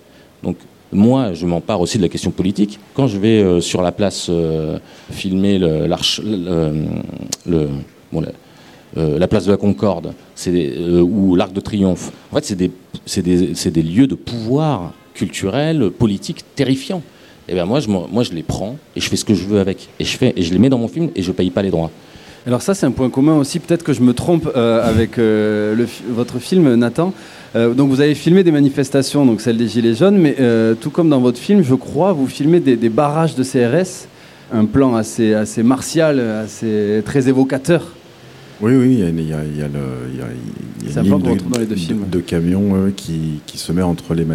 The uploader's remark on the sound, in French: Radio Grenouille s'installe en public, sur la terrasse du Théâtre des Bernardines, à l’occasion de la 31e édition du FID, le Festival International du Cinéma de Marseille. Dont les réalisateurs seront présents autour de notre plateau.